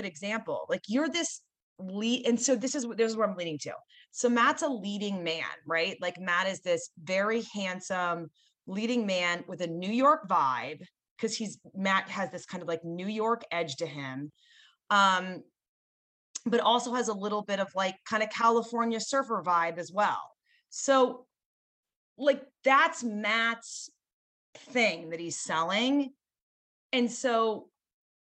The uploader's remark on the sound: In this excerpt, from one of our monthly VIP Live Zoom calls with the 10,000 NOs Insiders Community